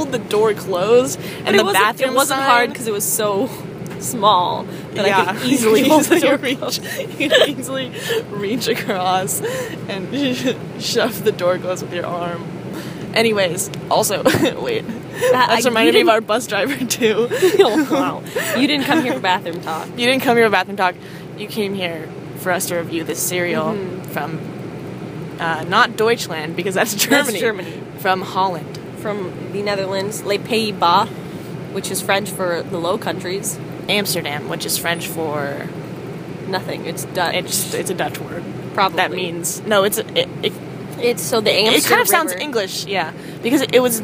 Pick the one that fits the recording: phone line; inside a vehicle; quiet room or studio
inside a vehicle